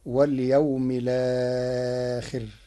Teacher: قرأ ورش بنقل حركة الهمز إلى الساكن قبله فتصير واليوم الآخر